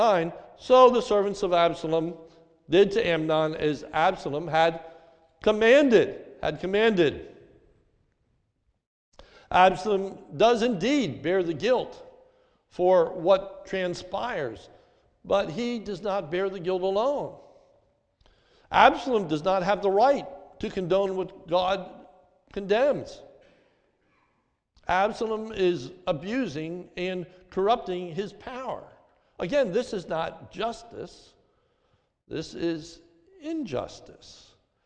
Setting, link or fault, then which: setting, large echoing room